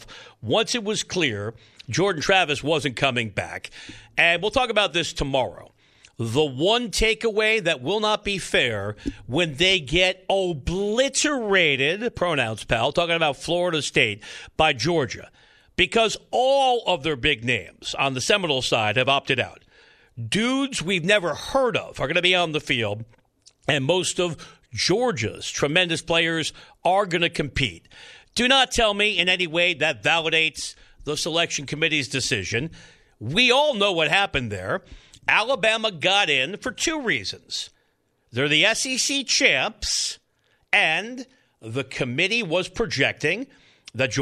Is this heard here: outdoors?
no